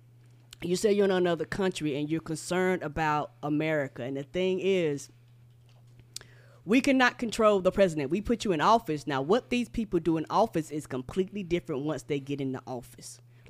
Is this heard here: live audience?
no